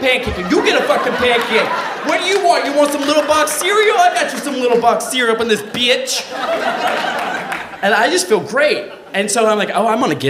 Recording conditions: live audience